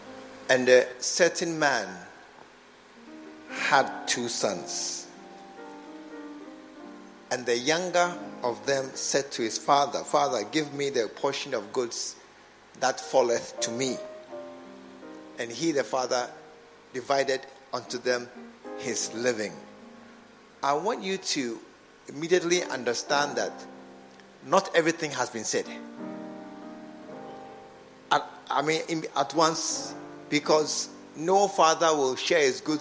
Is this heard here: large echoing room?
yes